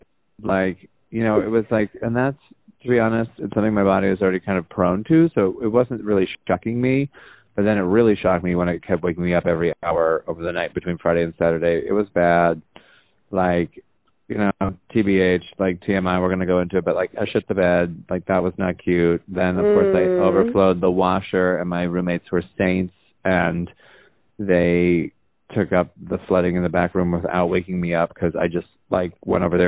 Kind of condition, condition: link, phone line